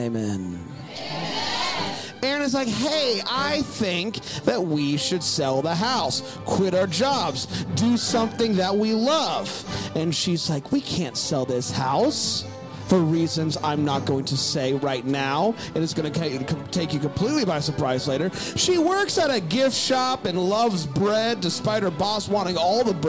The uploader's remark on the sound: LIVE from Bramble Fest 2023